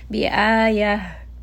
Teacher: because I have stopped, this is going to become a ha with a sukun. Bi-ayah. Make sure that again you give it some hum so that it is very audible.